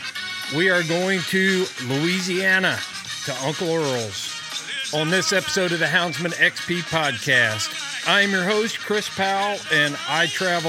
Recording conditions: outdoors